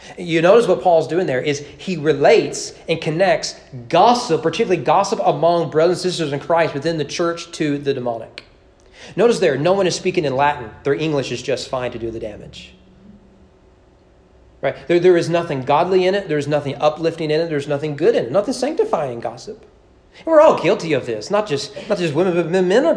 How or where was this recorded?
large echoing room